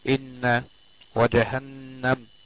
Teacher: النون مشددة، حكمها حرف غنة مشدد يغن بمقدار حركتين